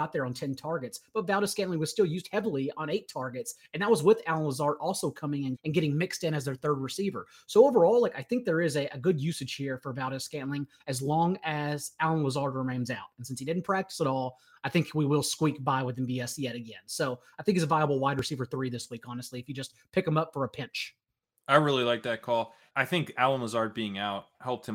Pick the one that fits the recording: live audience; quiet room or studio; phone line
quiet room or studio